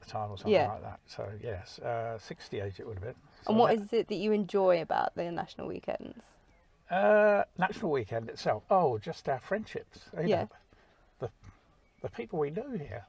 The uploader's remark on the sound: all recorded from my 1968 Morris Minor, Peggy